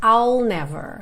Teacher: I'll. Eu começo o som do I, mas eu não termino, não faço esse I. Eu pego do I'll e já boto o L ali.